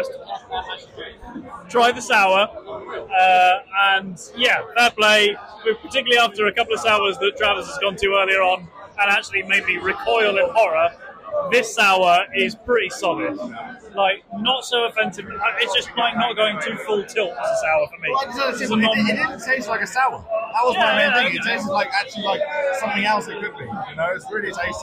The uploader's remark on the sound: As our annual tradition, the boys bring you to the London Craft Beer Festival, organised by We Are Beer. The boys chat with fellow beer festival enjoyers.